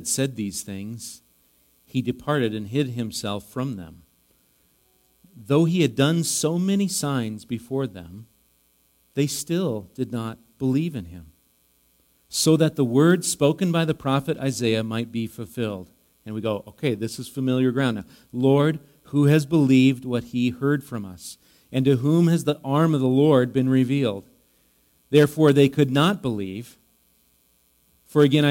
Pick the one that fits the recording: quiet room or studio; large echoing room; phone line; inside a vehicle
large echoing room